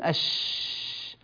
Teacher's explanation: يجدون الهواء ينتشر في الفم عند النطق بحرف الشين، فسموا ذلك بصفة التفشي